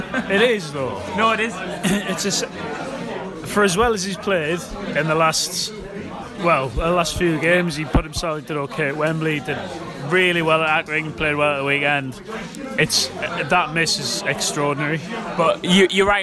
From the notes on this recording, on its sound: enter your earphones from one of Roker's finest drinking establishments